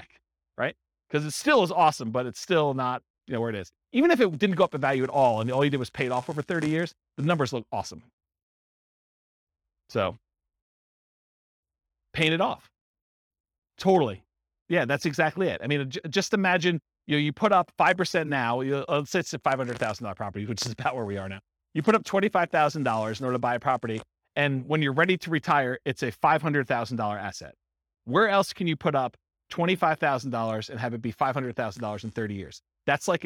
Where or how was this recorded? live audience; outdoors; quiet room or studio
live audience